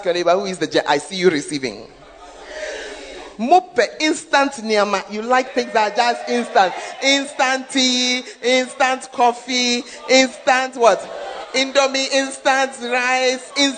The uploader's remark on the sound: Preached at First Love Center, Ayeduase (Gathering Service)